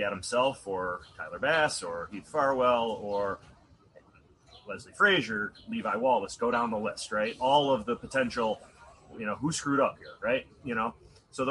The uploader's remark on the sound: Live from Genesee Brewery. Live from majestic Genesee Brewery in downtown Rochester -- following Day 2 of Bills training camp.